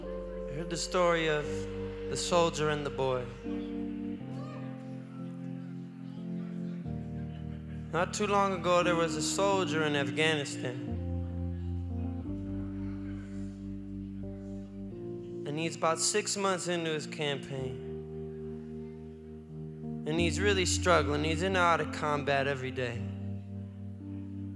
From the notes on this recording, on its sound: Live in Madison.